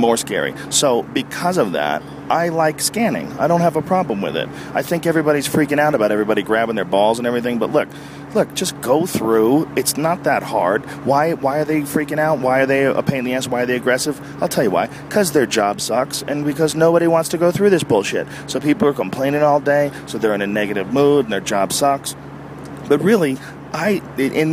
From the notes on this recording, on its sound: A special edition of the podcast recorded live from an airplane.